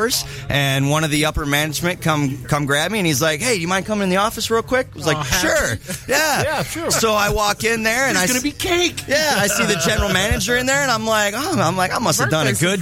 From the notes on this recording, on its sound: Live From Liberty Comics